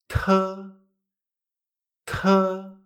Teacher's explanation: La T se pronuncia como una T española, pero sacando aire antes de la boca. Es decir, TE lo pronunciaremos T, T. · Si os fijáis, hemos sacado aire antes de la vocal.